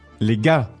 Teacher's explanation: So you don't say the R.